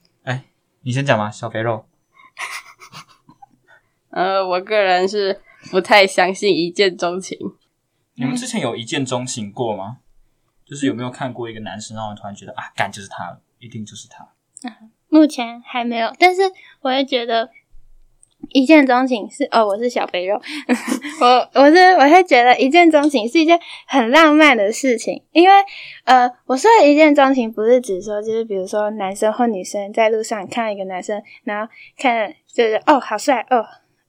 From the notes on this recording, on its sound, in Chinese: 因為收音的問題，可能會有些不太清楚